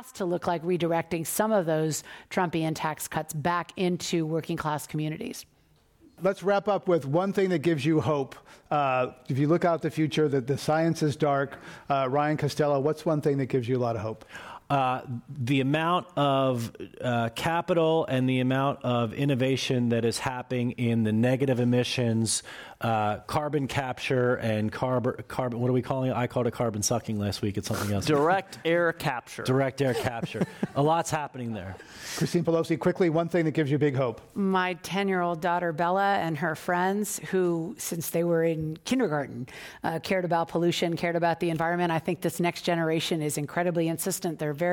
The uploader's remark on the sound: This program was recorded in front of a live audience at The Commonwealth Club of San Francisco on April 30, 2019.